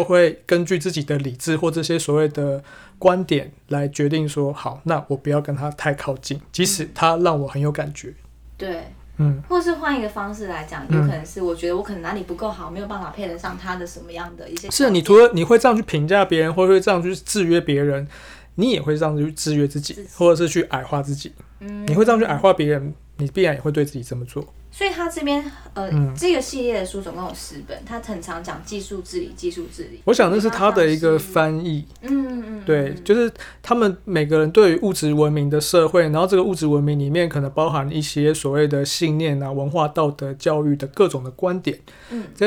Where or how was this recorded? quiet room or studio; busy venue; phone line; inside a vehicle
quiet room or studio